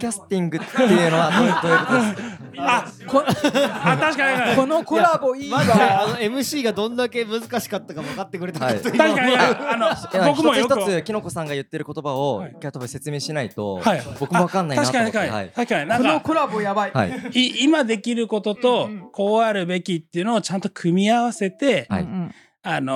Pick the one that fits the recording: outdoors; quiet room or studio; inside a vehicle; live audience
live audience